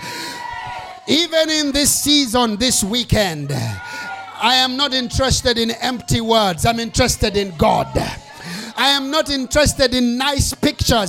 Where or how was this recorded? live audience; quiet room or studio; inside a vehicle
live audience